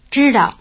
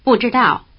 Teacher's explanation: In the affirmative, this verb ends in a neutral tone, while in the negative, it ends in a falling tone.